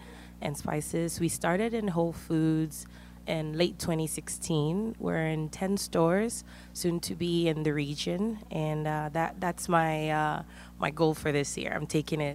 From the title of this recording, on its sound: LIVE at Whole Foods Market Tribeca